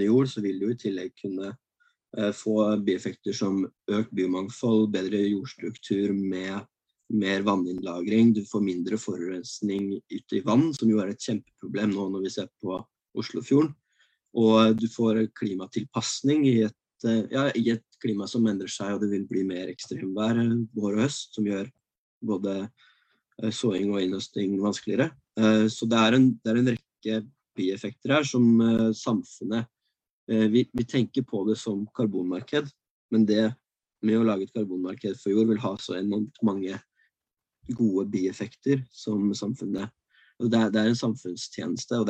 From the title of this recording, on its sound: Live Zoom